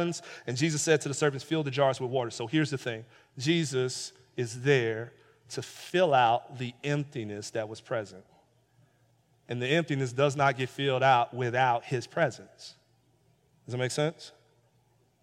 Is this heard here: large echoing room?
yes